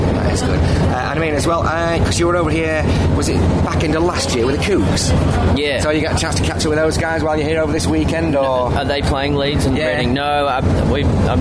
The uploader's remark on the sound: at Leeds Festival 2018